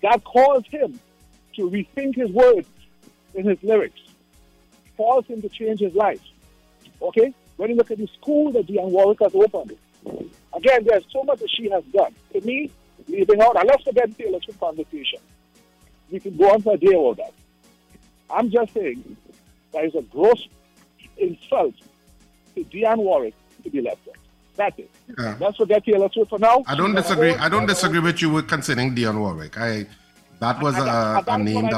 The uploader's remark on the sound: we take calls from our audience